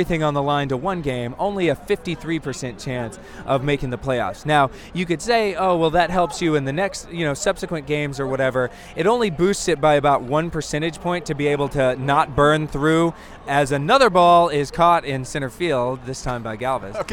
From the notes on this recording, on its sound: Live From Citi Field. We're coming to you from the most exciting Mets game of this roller coaster season.